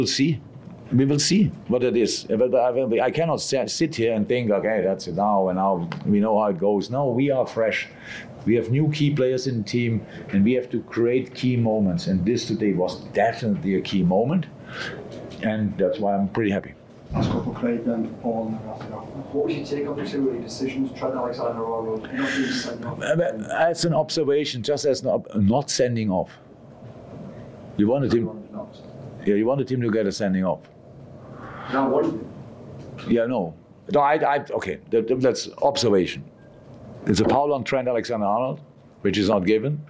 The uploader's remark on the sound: LFC Post-Match Press Conference